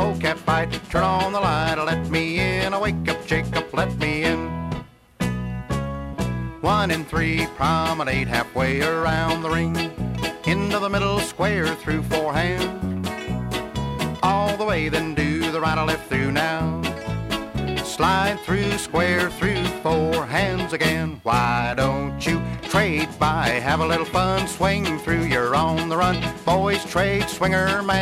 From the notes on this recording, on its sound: Track eight from the 1976 Hi Hat Records Staff Trails-In Dance held in Stanton, CA.